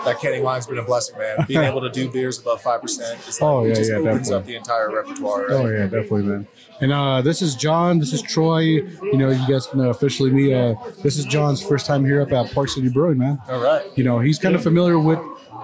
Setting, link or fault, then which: setting, busy venue